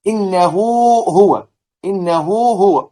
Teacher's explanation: في فاصل في النطق، هو حرف الواو جاء في النطق، لكن في الرسم الهاء وراء الهاء · Term: الصله